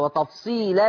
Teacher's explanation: وتفصيلا الإدغام بغير غنة